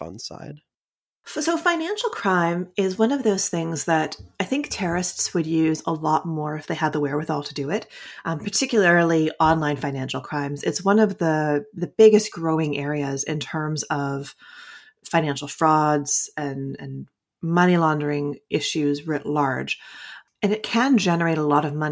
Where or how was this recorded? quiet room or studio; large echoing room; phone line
quiet room or studio